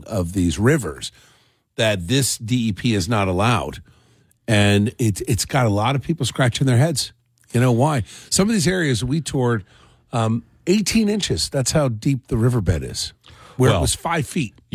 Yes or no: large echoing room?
no